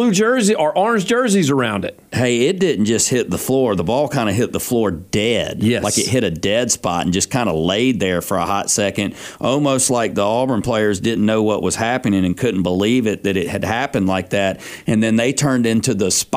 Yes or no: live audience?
no